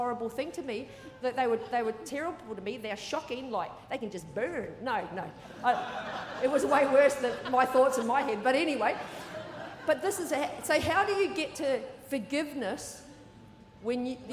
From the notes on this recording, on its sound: Recorded during our 9am service on Sunday, the 29nd of October 2023.